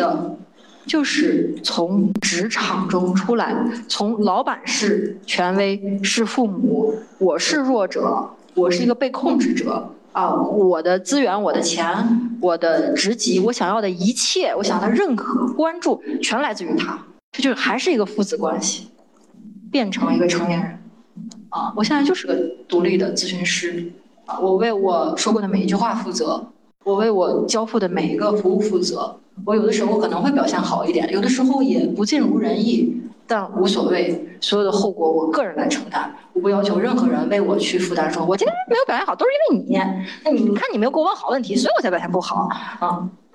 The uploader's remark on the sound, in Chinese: 剪辑师已经尽量修复音质了！话筒有一点回声。